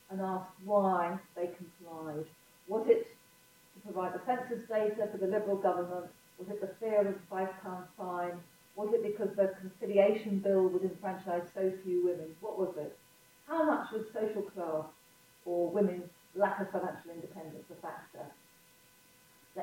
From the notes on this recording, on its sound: We apologise for the poor sound quality of this live recording. This talk was part of The National Archives' Diversity Week.